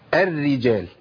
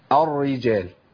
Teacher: الراء الاولى في المشدد تتبع الراء الثانية تفخيما وترقيقا · Shown in: first take